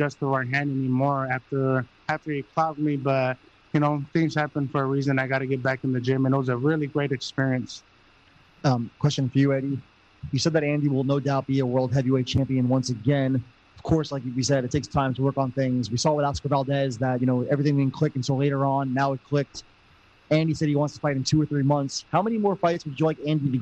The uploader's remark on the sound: Post Fight Press Conference. In Carson, California.